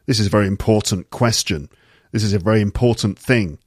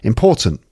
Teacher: Sometimes the T at the end disappears, as you can hear.